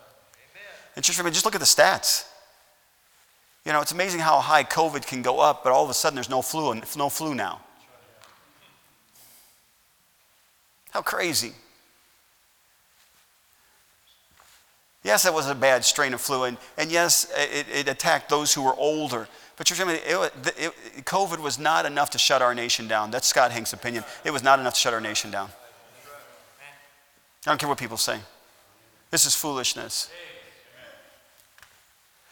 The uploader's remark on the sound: at Heritage Baptist Church, Lawrence Kansas